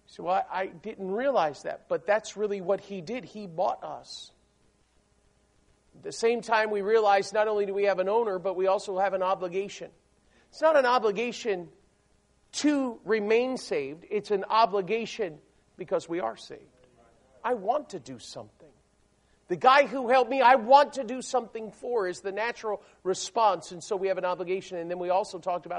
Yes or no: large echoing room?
yes